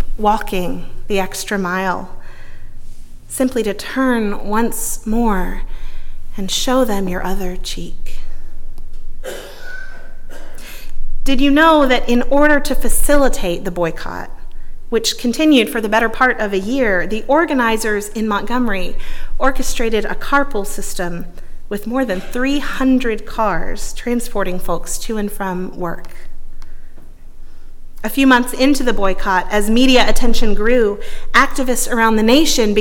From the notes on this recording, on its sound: at Northminster Church on January 26, 2020